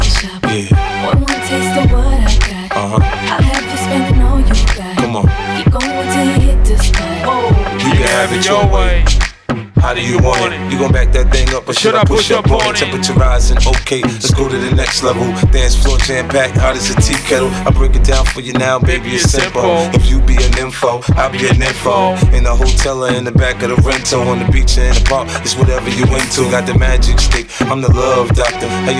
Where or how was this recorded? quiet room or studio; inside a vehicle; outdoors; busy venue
busy venue